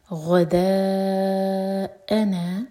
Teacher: لی فتاہ آتینا مد بدل دو حرکہ لمبا غداءنا حمزہ پر کٹ آف ساؤنڈ کلیئر ہو غداءنا لقد دال پر قلقلہ اور جب قلقلہ کریں تو صرف ٹچ کرنا ہے وہاں پر زور نہیں دینا.